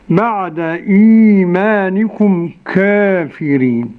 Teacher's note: كافرين، قرأ كافرين بالتقليل بين الفتح والإمالة ورش